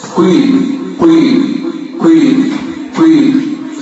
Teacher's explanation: القاف المشبهة بالضم وليس عند حفص